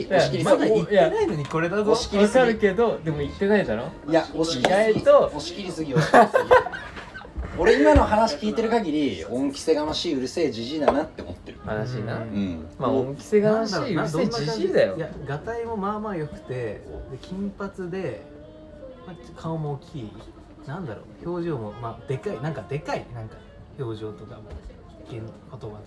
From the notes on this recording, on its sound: Recorded at a wine bar